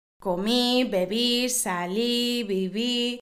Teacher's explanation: la última sílaba de la palabra es la sílaba tónica, la sílaba con el acento fuerte · Term: aguda